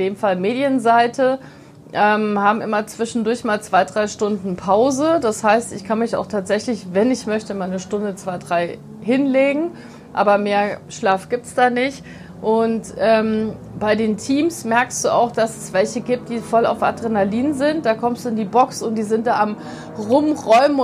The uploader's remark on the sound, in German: live vom Nürburgring